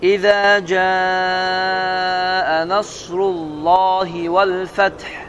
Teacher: bu damma da olduğu üçün Allah sözü qalın oxunur